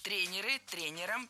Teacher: И двигать это ударение мы не должны. Всегда ударяем «е» в первом слоге. · Term: неподвижным ударением